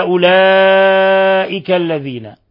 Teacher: مد متصل يمد من 4 إلى 5 حركات